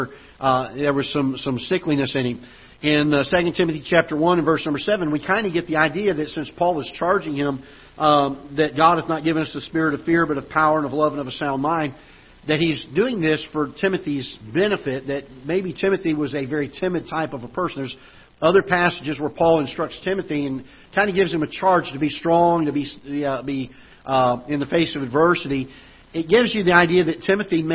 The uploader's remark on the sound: Ketha Heights Baptist Church ~ Live Broadcast